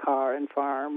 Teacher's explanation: most of us pronounce the R in car or farm